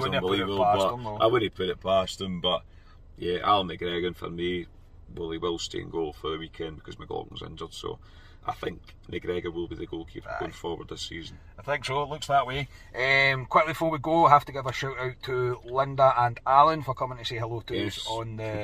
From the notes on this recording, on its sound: From the car after leaving Ibrox.